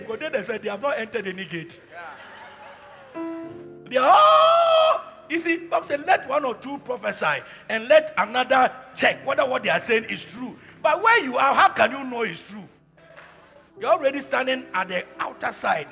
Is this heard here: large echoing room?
yes